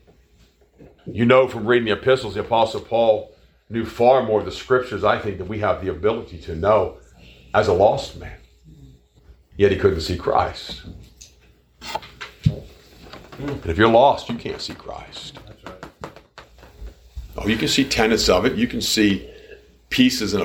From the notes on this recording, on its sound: Preached at the Anchor Baptist Church in Wellsville, NY